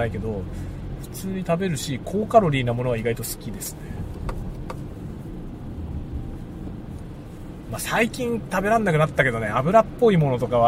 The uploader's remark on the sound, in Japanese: 仕事の移動でのドライブ中に収録したドライブ雑談です。使用マイク：TASCAM X6。